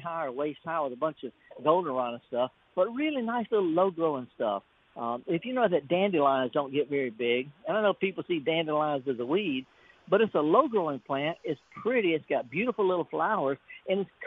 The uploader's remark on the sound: Returns to the Mississippi Arts and Entertainment Experience in Meridian for a live broadcast from the courtyard. Always happy to step outside the studio and be among the people. With another great event at The Max.